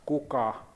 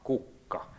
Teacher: Esimerkiksi sanassa kuka, kukka. Tämä konsonantti K on joko lyhyenä tai pitkänä